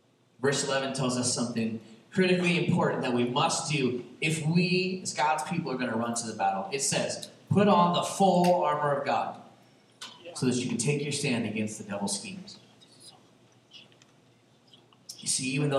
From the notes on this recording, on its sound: there was a mixup with our recording interface this week, so the audio isn't as clear as usual.